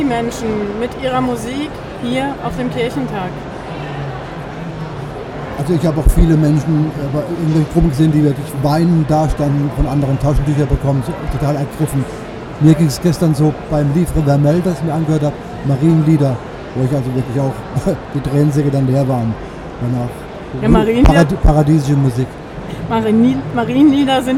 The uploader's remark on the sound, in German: live vom evangelischen Kirchentag 2017